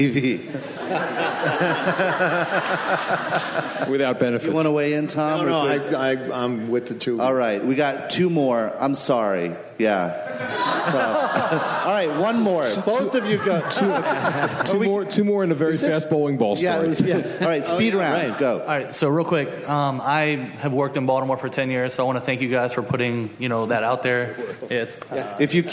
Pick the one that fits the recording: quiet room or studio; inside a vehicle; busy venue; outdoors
busy venue